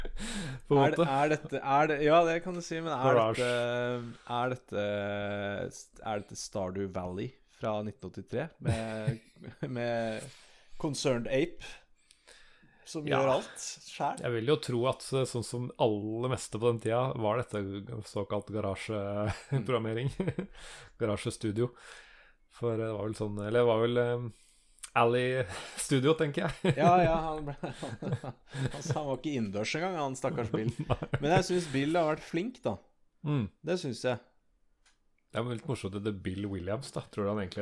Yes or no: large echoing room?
no